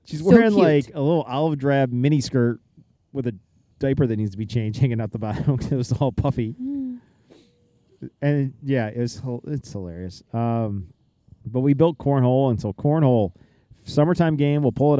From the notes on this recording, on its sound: Take the show on the road, so to speak, opting to record around the family fire pit. If recording outdoors in close proximity to open flames didn't up the degree of difficulty enough, add to the mix their four kids busily making s'mores.